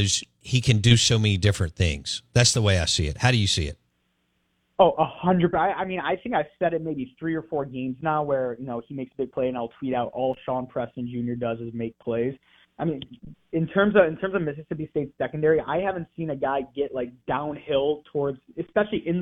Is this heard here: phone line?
yes